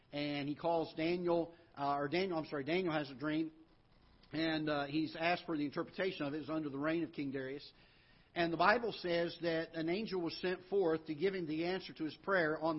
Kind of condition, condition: setting, large echoing room